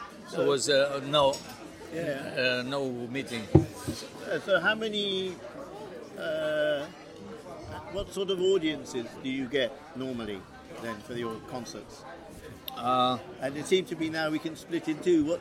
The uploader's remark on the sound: Recorded at Inntöne Festival, 14 August 2020